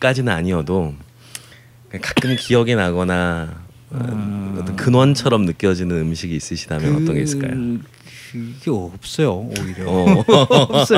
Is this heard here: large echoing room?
no